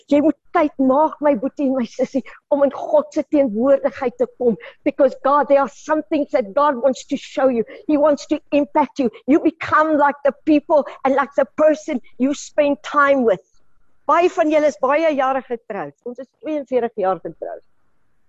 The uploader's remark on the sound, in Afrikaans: Manne van die Woord Zoom Byeenkoms 12 April 2022